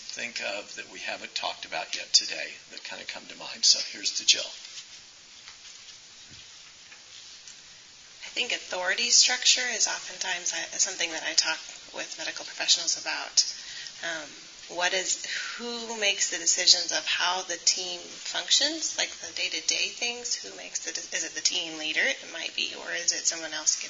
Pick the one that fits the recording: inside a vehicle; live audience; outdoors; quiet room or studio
live audience